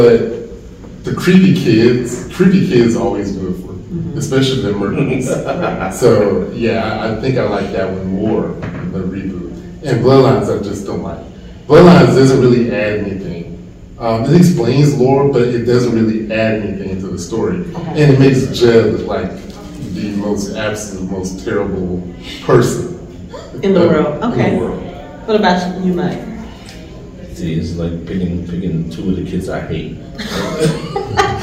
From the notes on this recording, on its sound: Recorded live from Monsterama Con in Atlanta.